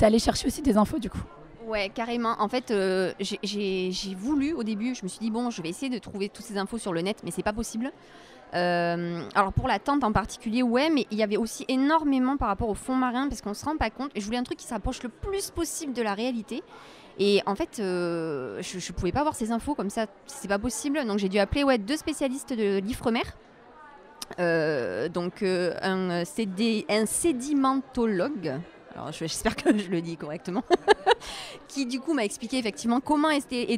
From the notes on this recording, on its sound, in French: Une émission, une fois n'est pas coutume, enregistrée au Salon du livre et de la presse jeunesse de Montreuil.